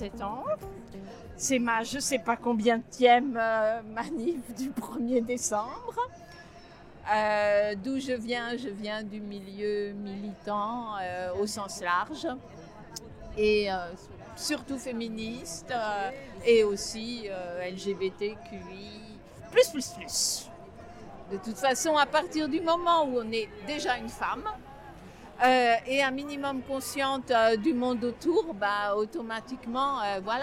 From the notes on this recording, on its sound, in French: Le rendez-vous a été donné sur la place de la Bastille. La manifestation s’élance en direction de la Flèche d’Or dans le 20e arrondissement de Paris. Le déploiement du patchwork des noms, des prises de parole et un repas partagé. Le 1er décembre 2021 à Paris.